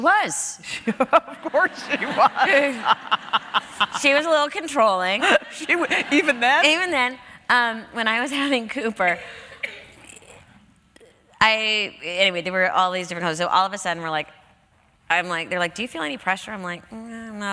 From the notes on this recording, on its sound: At New York's 92nd Street Y.